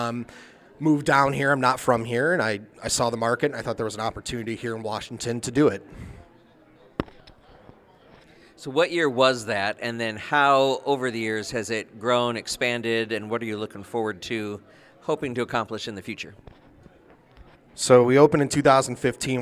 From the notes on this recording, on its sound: A short time ago in a galaxy near by we attended the annual S.T.E.A.M. Into Star Wars event held at Washington Community High School in Washington, IL and we had a blast!